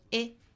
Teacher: 后面这个 big 这个词注意不要发成了 big，注意要发成松元音哈，发成 a。我们在发 a 的时候